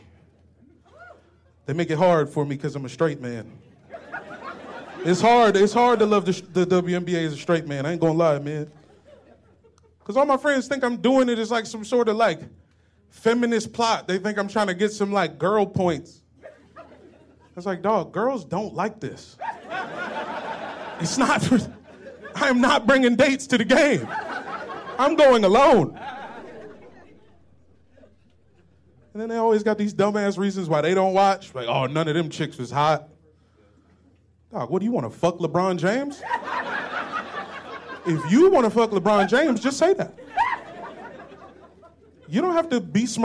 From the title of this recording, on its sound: Live from the DC Improv